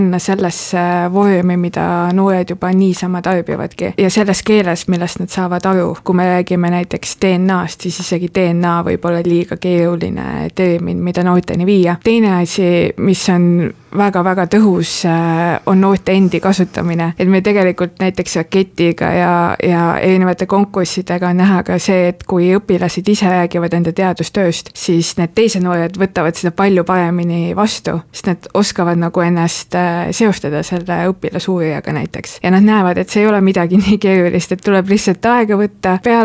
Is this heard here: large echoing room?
no